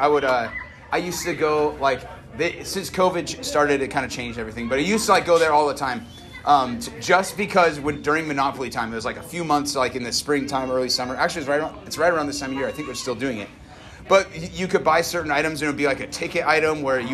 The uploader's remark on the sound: Originally recorded 5/15/21 at Sunset Park in Lewiston, Idaho.